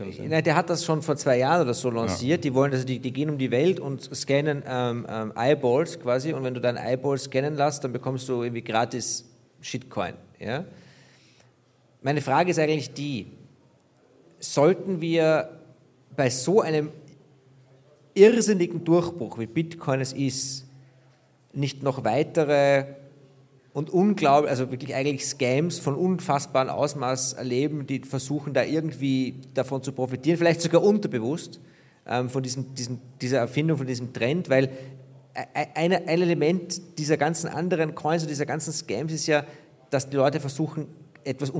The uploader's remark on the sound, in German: WBB LIVE aus München. Live vom Bitcoin Block in München.